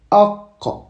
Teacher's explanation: le qaf vient du fond de la gorge